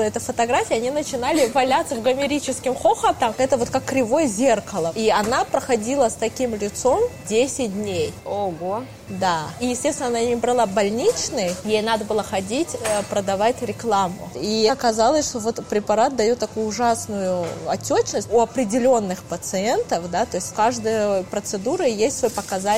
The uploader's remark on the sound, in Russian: Это был первый выпуск, записанный нами после пандемии. Поэтому в целях экономии времени записывали этот подкаст в кафе.